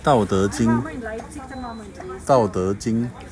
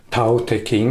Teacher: So harte Laute werden nicht verwendet, es ist eben weich ausgesprochen · Shown in: first take